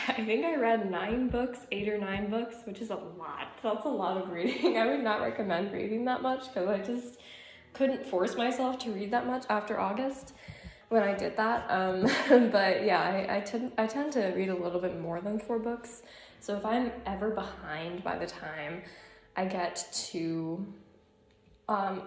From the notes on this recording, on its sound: Our apologies for the microphone issues